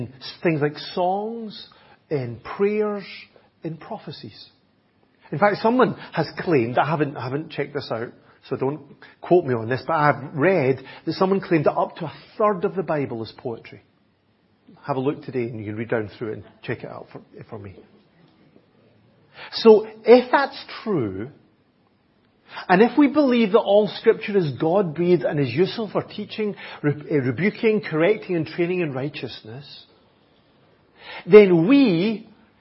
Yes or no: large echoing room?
yes